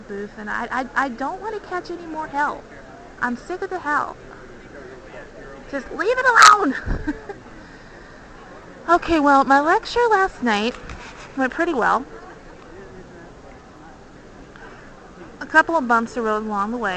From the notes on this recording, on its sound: This was recorded on the DellPod at the 2005 Indiana Computer Educators conference in the Vendor Booth area.